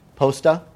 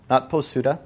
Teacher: The U is unvoiced · Shown in: first take